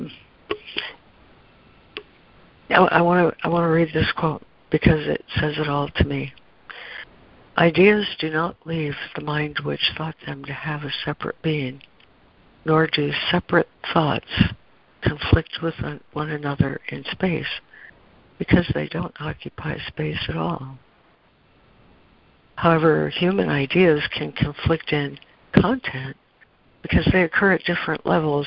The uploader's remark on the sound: ACIM Daily Conference Call.